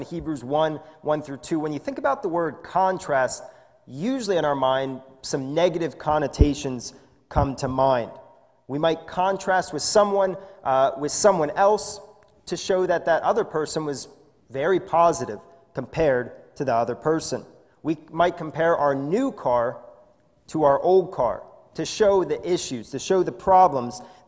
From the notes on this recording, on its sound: This is a sermon recorded live in the Lebanon Bible Fellowship Church in Lebanon, PA on 11/29/2020 during the morning service